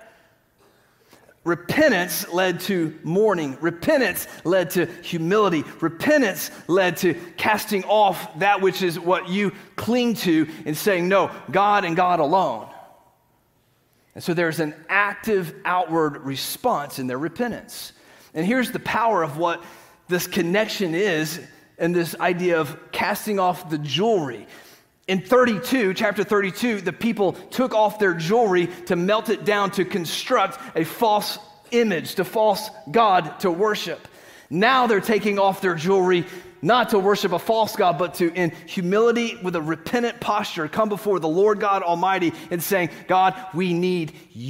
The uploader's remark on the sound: Green Hill Church Live - Second Service.